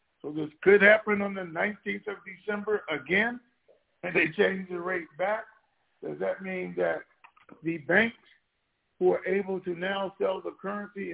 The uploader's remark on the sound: TNTSuperfantastic Conference Call